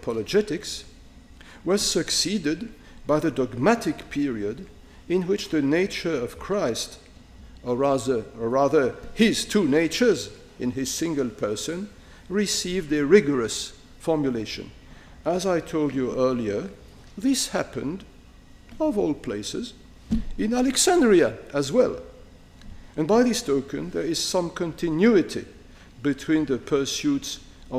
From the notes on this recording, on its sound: lecture on May 3, 2018 at the University of Chicago's Breasted Hall